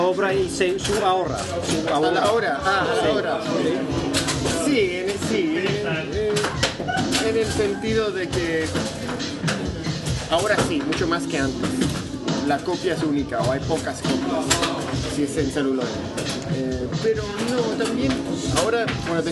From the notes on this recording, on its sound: live from Café Kick--in Spanish